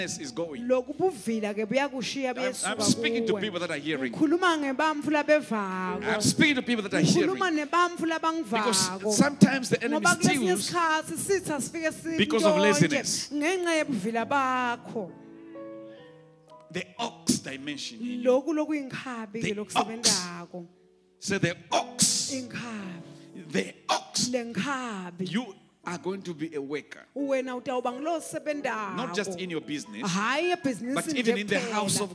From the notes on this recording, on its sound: Recorded Live at The Apostolic Hub